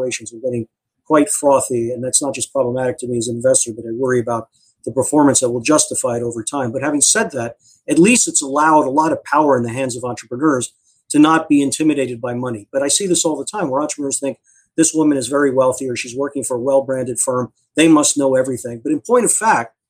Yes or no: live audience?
no